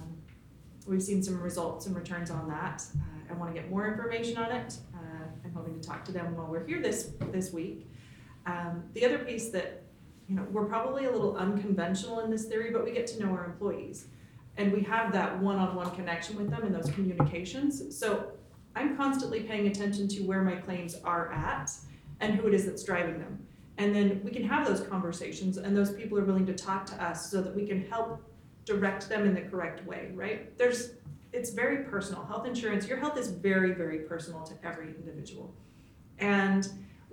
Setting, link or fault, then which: setting, live audience